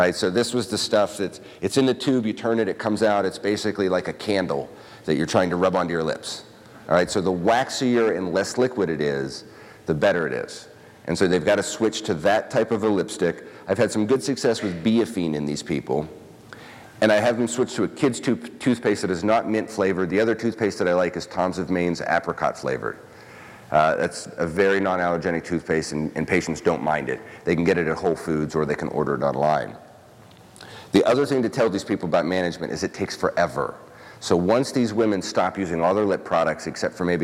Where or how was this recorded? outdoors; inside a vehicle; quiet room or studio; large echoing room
large echoing room